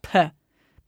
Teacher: do you know when you make a pee, it's with both lips? Bilabial. It's a bilabial plosive.